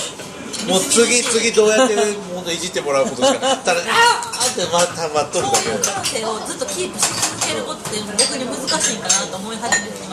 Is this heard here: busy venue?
yes